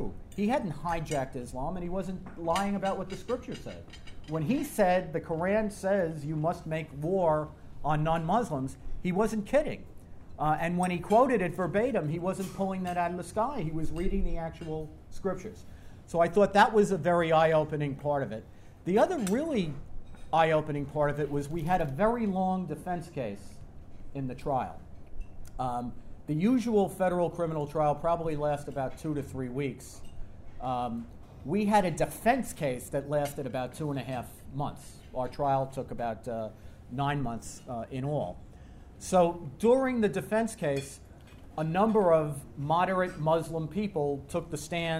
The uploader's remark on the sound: remarks at TNC's board dinner